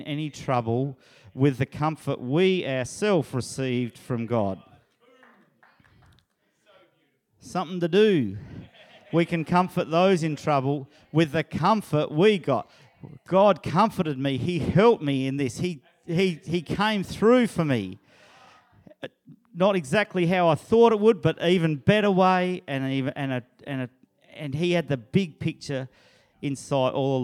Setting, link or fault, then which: setting, large echoing room